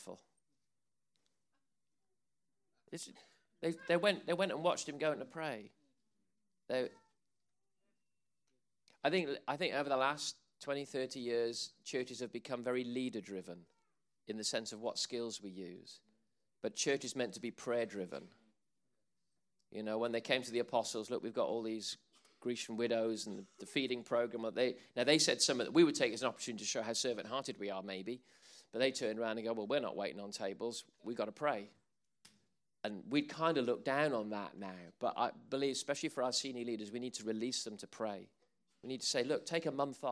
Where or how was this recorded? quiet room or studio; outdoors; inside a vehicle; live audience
live audience